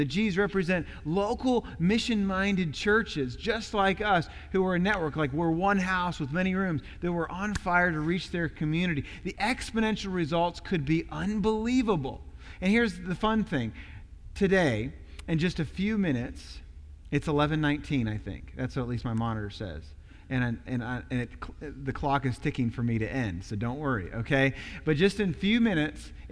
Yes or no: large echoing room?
yes